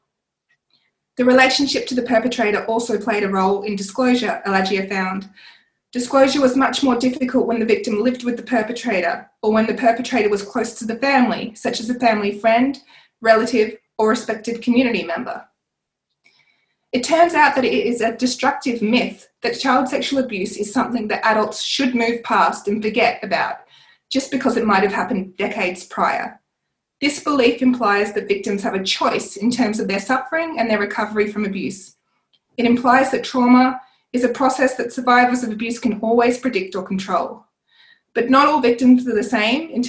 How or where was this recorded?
video call